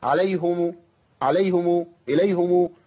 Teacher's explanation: كتير من الناس بيقع في خطأ اللي هو ايه ضم الهاء استعدادا لضم الميم